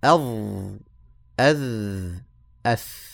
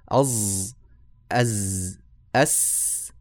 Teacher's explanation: لاحظوا أن اللسان يخرج إلى الخارج · Shown in: first take